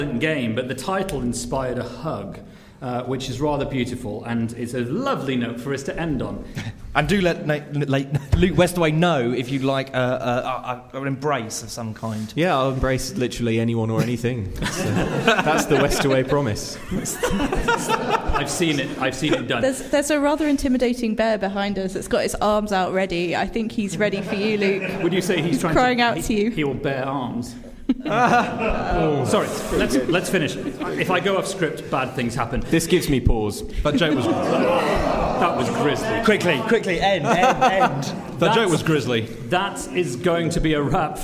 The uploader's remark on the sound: LIVE from London! We taped this episode live in front of an invite-only studio audience at London’s TechHub.